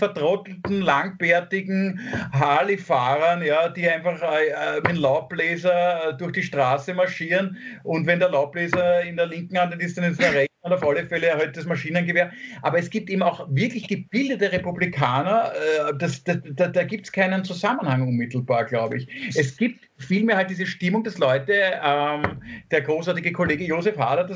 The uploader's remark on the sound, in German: Aufzeichnung einer ZOOM Session